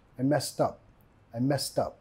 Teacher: La T se va a convertir en R suave